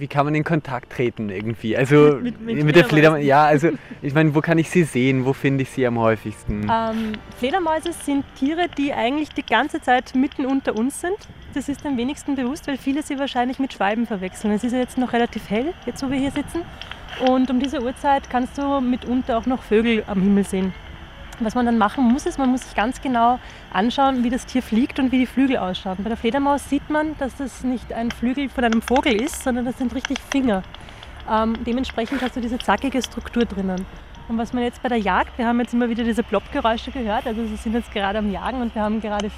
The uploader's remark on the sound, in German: Live von der "Langen Nacht der Forschung". Wir haben uns von den interessantesten Orten der "Langen Nacht" gemeldet - vom Heldenplatz bis zur Fledermaus-Beobachtungsstelle im Türkenschanzpark. Bei der "Langen Nacht der Forschung" gab es in ganz Wien BEI FREIEM EINTRITT vieles zu entdecken. Am Wiener Heldenplatz hat er sich umgehört, was bei den kleinen BesucherInnen am besten ankommt.